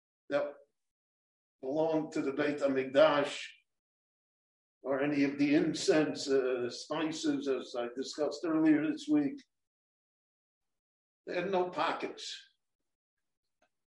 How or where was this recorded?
large echoing room